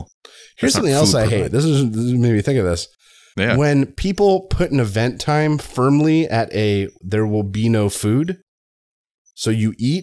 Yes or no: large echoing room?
no